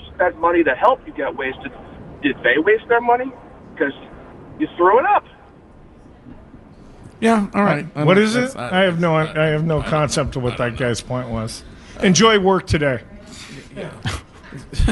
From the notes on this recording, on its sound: Broadcasting live from The Capital Grille